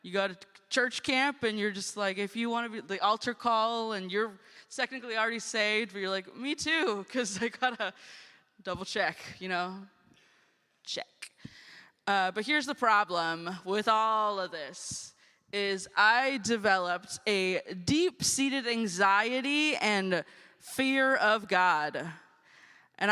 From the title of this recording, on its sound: Guest Preaching at First United Methodist Church of Costa Mesa